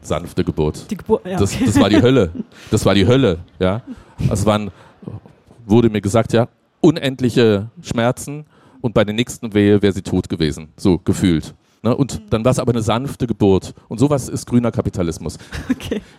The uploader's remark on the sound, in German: auf der Leipziger Buchmesse